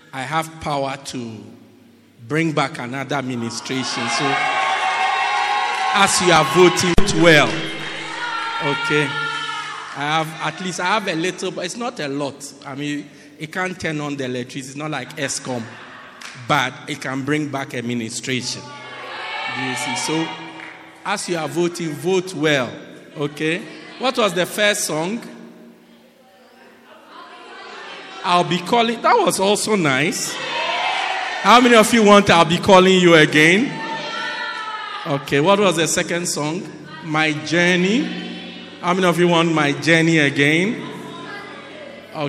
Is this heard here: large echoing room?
yes